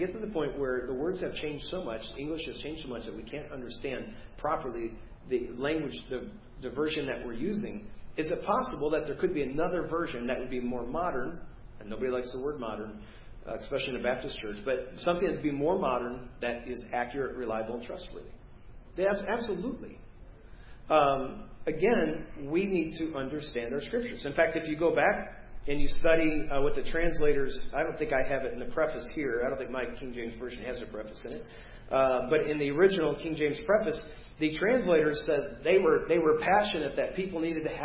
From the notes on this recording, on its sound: preached at First Baptist Church of Hazel Park